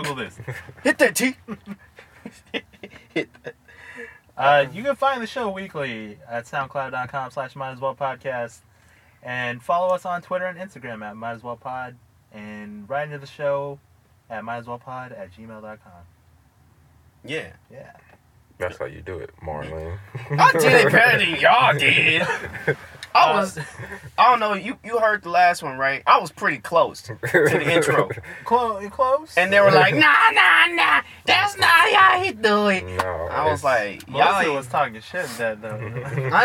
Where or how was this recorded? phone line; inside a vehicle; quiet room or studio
inside a vehicle